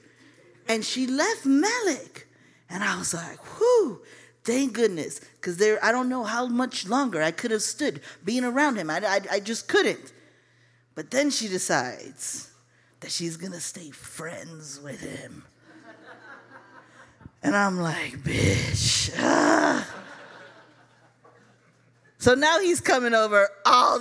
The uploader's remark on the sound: It pairs our readers' personal stories about a first-time experience with a song performance. This unique structure allows the story to resonate with audience members as they experience the accompanying song covered by our house band, live at Martyrs in Chicago's North Center neighborhood.